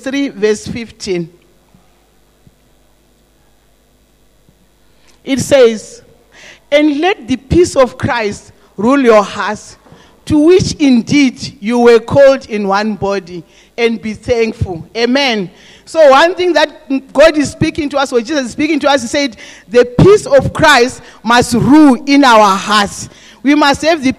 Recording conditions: large echoing room